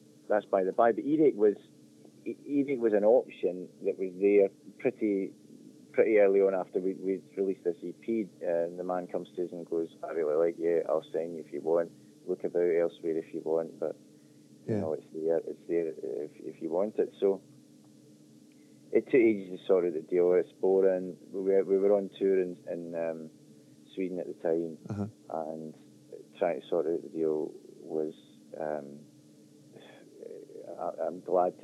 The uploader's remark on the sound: phone interview